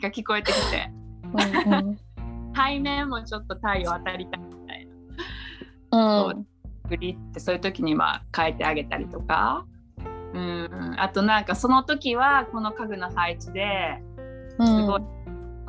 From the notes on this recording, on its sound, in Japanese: 3人でリモート収録でお届けします。